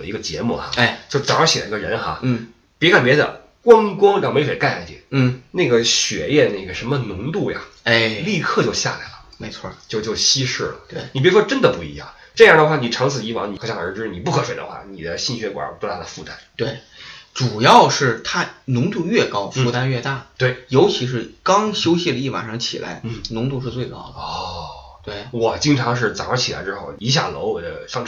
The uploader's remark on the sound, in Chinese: 本期备用话筒录音，音质多担待。